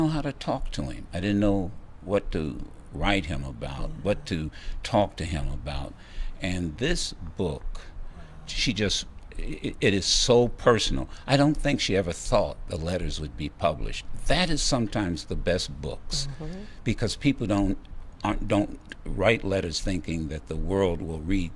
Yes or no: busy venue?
yes